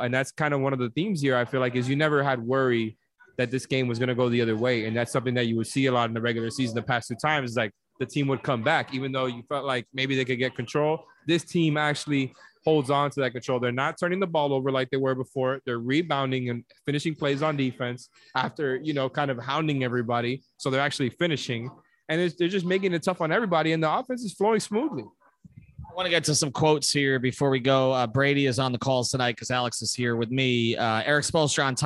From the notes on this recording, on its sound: The podcast is live from Dangerous Minds Brewing in Pompano Beach.